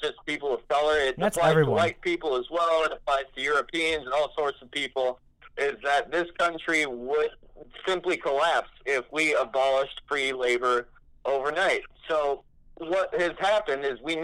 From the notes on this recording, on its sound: I sit on the phone